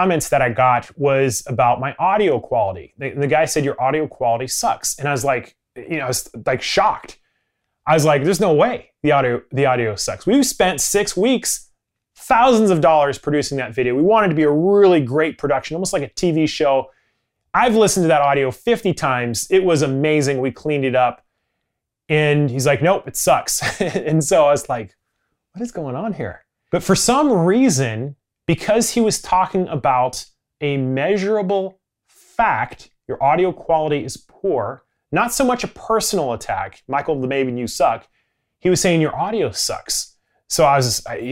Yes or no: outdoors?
no